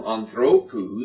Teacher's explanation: That word has a short ultima. In the next form, anthropou, the accent has shifted to the penult.